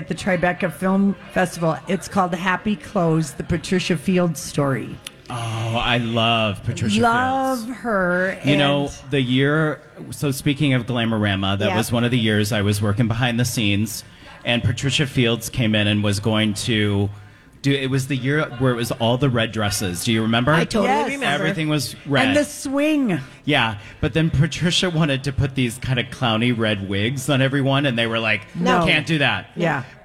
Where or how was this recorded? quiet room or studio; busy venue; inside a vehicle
busy venue